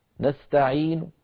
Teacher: فالحرف الأخير وهو النون المضمومة يأتون بها بصوت ضعيف، يبقى تقريبا ثلث الصوت ويذهب ثلثاه